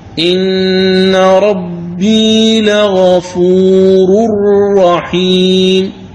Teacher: راء مضمومة ثم راء مشددة لغفور رحيم، فتشددها دون غنة. إذن هذا يسمى بالإدغام الكامل، والإدغام الكامل لا غنة فيه.